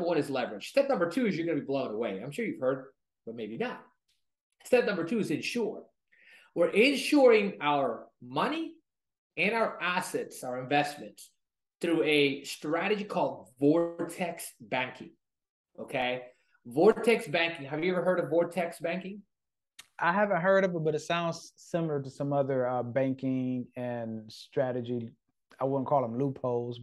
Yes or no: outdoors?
no